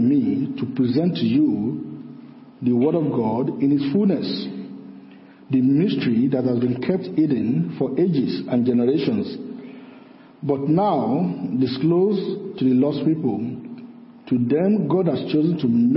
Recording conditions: large echoing room